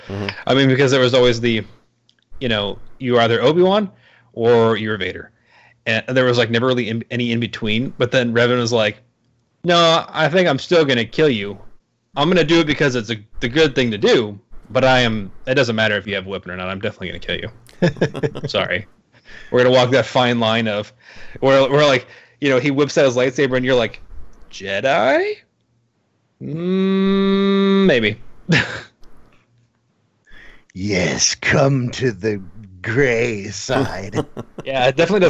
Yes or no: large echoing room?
no